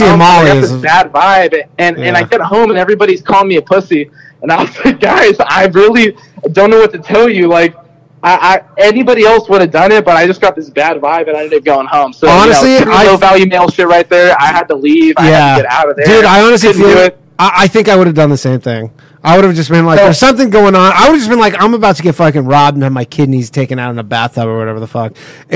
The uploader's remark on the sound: The bad advice question/call in show.